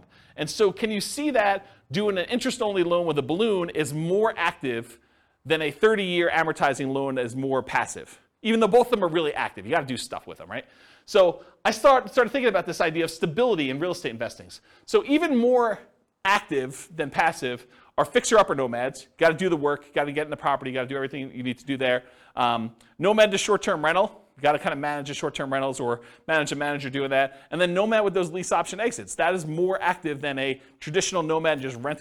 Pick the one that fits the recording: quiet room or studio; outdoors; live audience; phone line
live audience